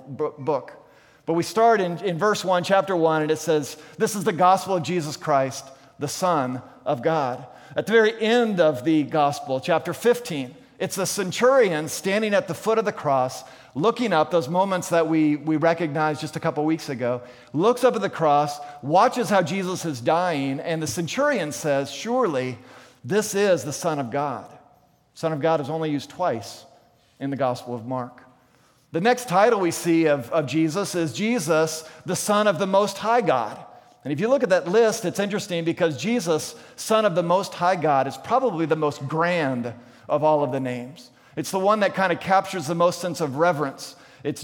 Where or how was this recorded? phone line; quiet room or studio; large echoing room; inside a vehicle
large echoing room